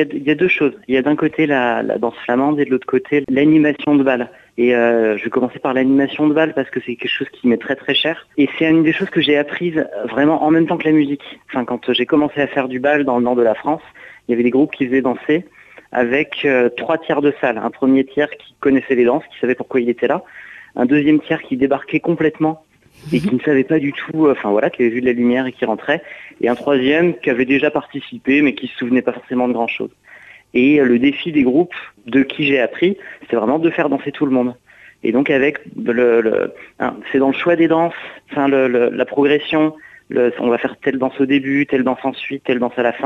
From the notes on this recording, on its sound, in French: invité par téléphone